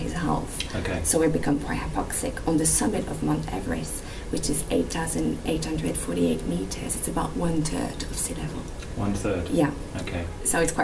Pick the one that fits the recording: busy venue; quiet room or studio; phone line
busy venue